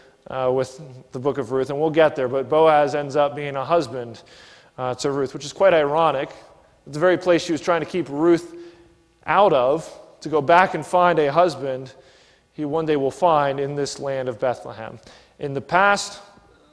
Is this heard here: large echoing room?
yes